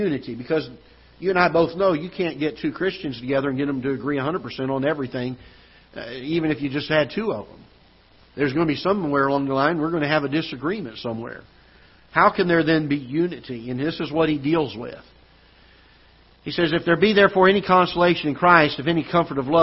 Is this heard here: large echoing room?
yes